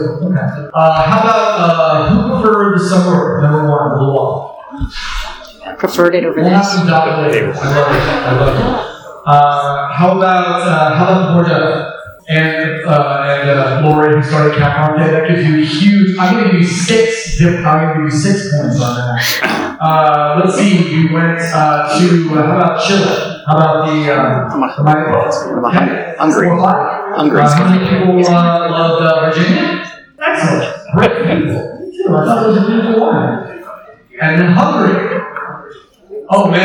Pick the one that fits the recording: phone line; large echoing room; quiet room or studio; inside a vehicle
large echoing room